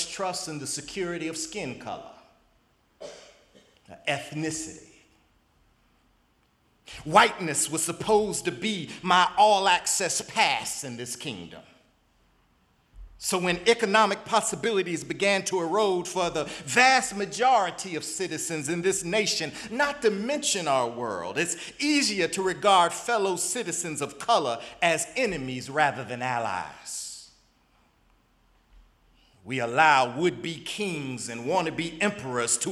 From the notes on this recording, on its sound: In the Memorial Church at the Knafel Center.